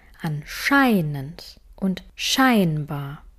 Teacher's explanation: Die Betonung liegt bei anscheinend und scheinbar immer auf ei. Im gesprochenen Deutsch kann die Betonung allerdings je nach Satz und dem, was wir besonders hervorheben möchten, etwas anders klingen.